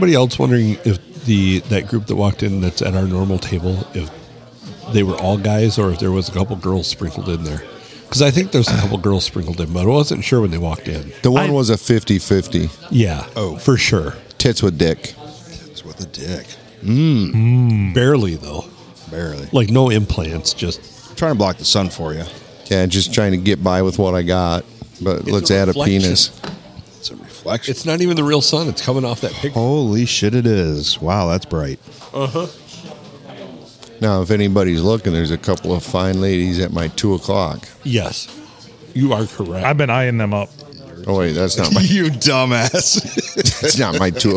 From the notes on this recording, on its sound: Recorded at the Blue, on a Saturday afternoon as the place got busier and busier.